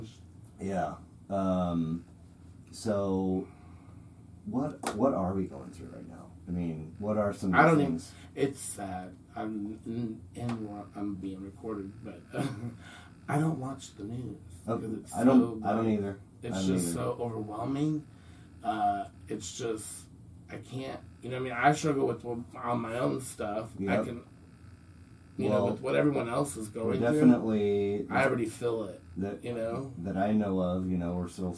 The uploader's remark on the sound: The primary source for audio failed and was unretrievable. I had to use the camera audio, which is ghetto and annoying and comes with the sweet nuisance of hearing the actual camera run most of the time. So, the audio's shitty.